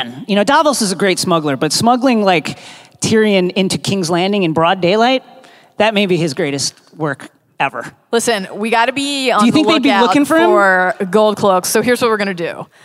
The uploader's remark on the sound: Live From ‘Con of Thrones’ 2018